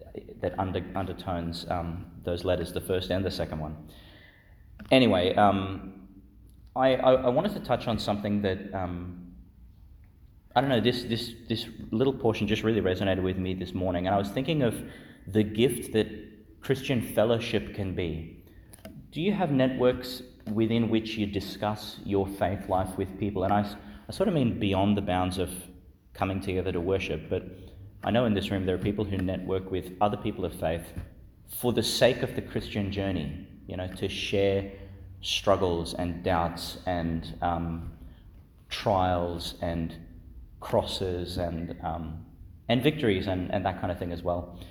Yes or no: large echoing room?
yes